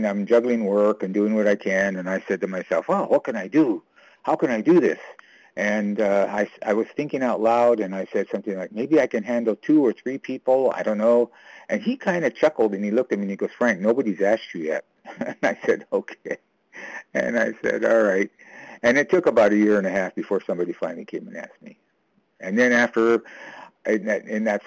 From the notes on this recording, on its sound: 100 Pounders Phone Meeting